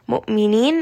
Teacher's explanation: Hamza here has jahar, so make sure that you do have a little bit of that sharpness, abruptly stop on that hamza